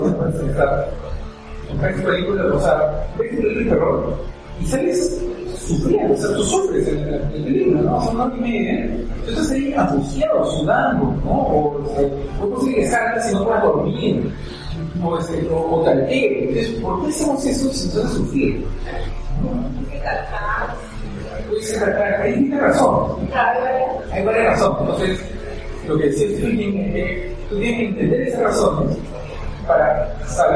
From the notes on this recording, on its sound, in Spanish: Hicieron en el Instituto Océano un evento alrededor de la literatura de terror y me invitaron a hablar por una hora. El audio no es ideal.